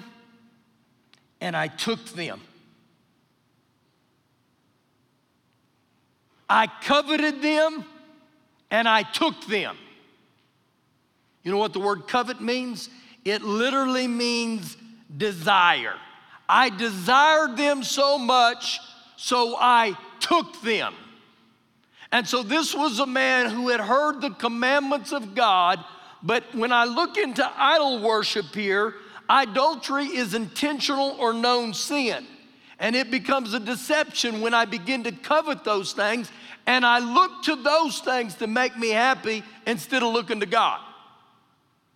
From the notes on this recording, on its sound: Recorded live during our Wednesday night service